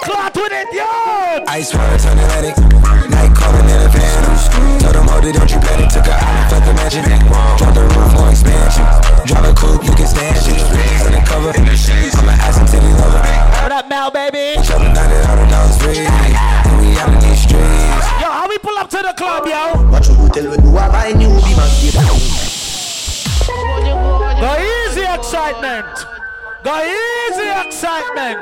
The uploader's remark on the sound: LIVE At 2uesdaze New Years Day